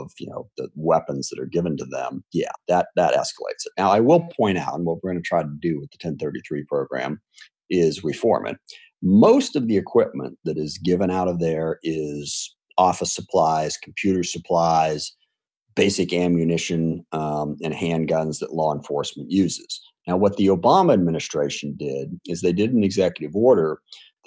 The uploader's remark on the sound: This discussion was recorded live for an online town hall on Saturday, June 20th, 2020.